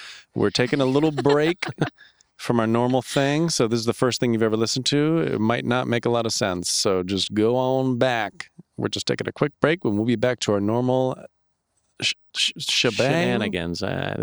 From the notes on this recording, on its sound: Kick back and relax with us on our Dad’s stoop in Boston